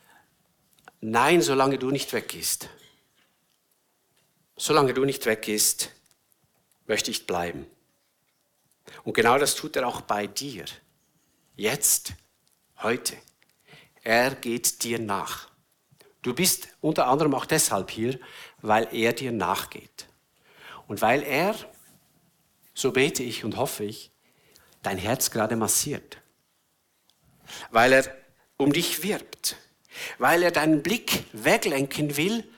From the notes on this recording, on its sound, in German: Eine Predigt der BewegungPlus Burgdorf